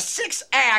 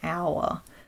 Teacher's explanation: he uses a monophthong. He uses a single vowel · Shown in: first take · whereas in Australian English, we tend to really stretch that out, so you get our.